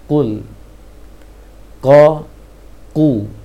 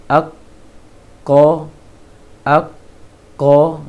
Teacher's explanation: ketika fathah huruf tebal tersebut agak membulat bibirnya dan lisannya meninggi ke atas. Dan kemudian pengucapan hurufnya agak berat. · Term: Qaf yang tebal